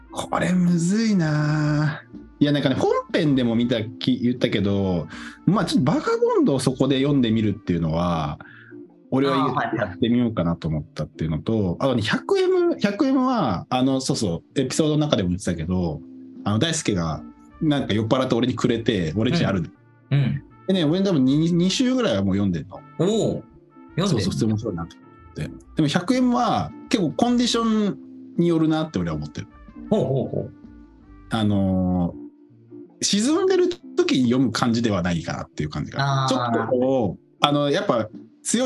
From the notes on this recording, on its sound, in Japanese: リモート収録した雑談回